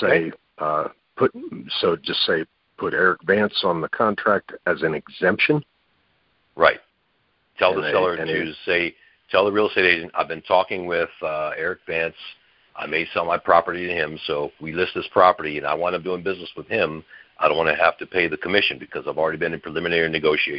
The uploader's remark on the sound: Gold Club Q&A Call